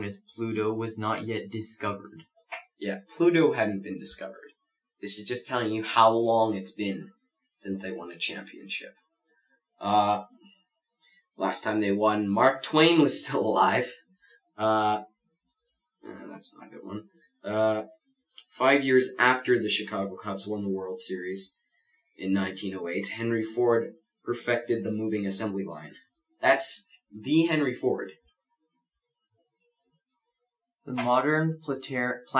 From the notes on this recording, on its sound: Apologies for any glitches as we are still getting used to our new studio.